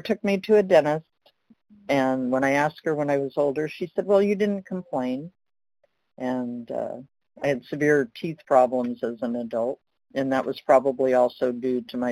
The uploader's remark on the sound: From the 100 Pounders Phone Meeting, 1/20/23.